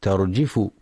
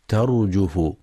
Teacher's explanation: يخطئ من يقرأ ترجف بكسر الجيم ترجف، والصواب ضمها ترجف · Shown in: second take